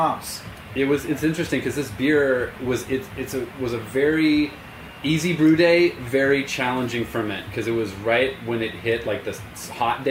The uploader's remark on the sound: at the 22 Anniversary Celebration & Invitational Beer Festival